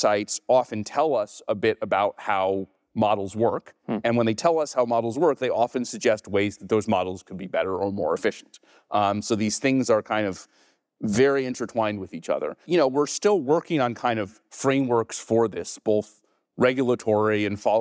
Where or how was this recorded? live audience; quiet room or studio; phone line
live audience